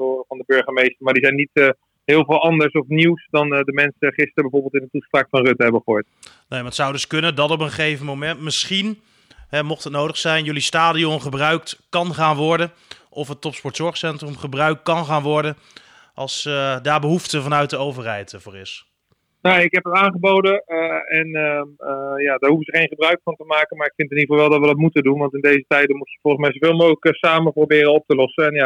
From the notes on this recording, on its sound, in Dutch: Gaat telefonisch in gesprek. Het stadion is leeg.